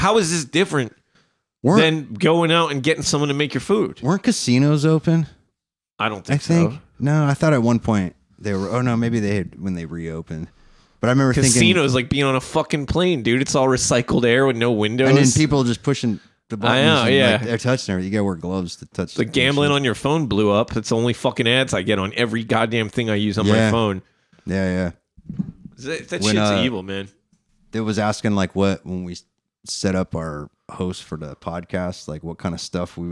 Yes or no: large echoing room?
no